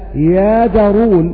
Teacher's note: وأيضا يجأرون يقف عليها يادرون، بمعنى أنه نقل حركة الهمزة نقل حركة الهمزة وهي فتحة إلى الجيم فصارت يادرون